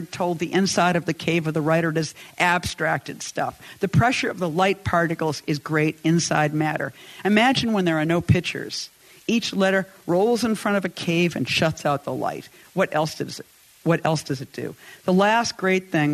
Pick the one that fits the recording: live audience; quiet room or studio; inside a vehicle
live audience